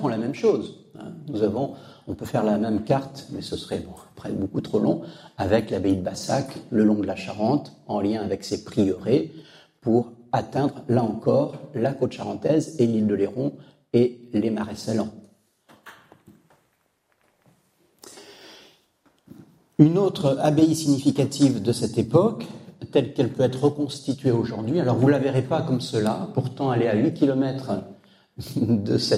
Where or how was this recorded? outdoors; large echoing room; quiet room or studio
large echoing room